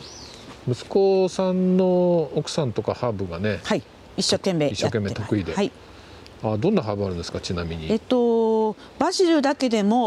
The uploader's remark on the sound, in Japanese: ハウスや畑を歩きながら、話を聞いています。札幌の地温はまだ寒く。